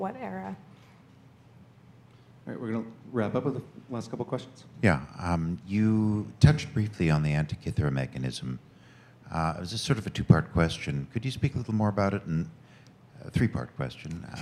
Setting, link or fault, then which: setting, busy venue